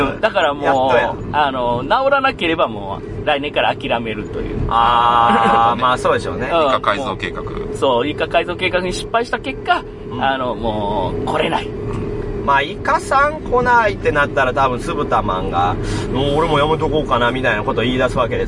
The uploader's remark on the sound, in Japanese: 一部、屋外での収録のため、騒音雑音が入っております。